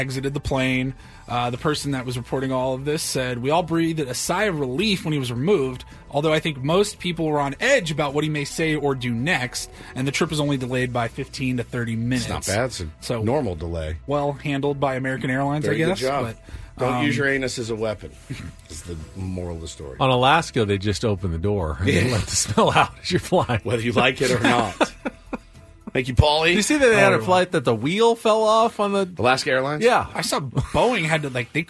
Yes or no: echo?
no